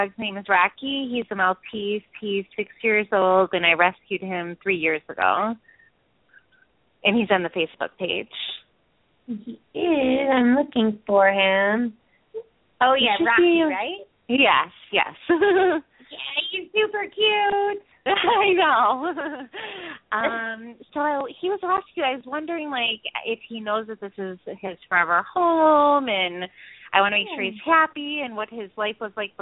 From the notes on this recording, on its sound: Open up the lines for listeners to call in to ask questions to their animals.